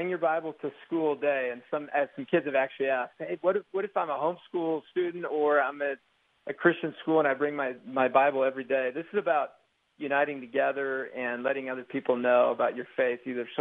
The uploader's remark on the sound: Open Phone Friday